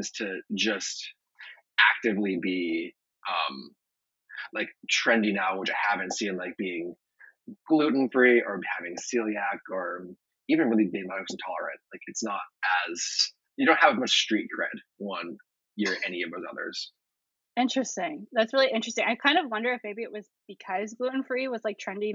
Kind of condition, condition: fault, poor sound quality